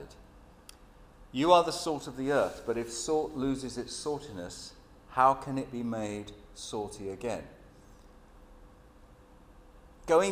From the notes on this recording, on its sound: Sermon at St James Alperton.